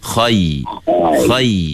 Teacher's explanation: Bila kita dah angkat pangkal lidah masa sebut khoi, habis je sebut khoi, sebut ya tu, mulut tu bagi tersenyum sikit.